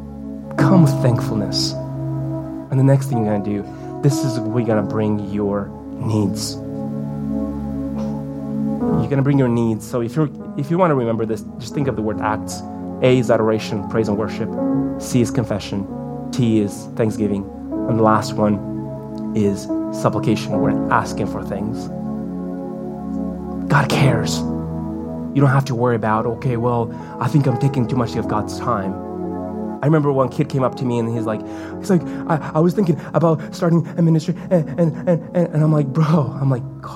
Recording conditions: large echoing room